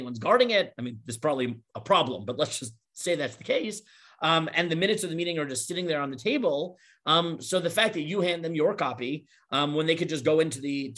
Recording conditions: video call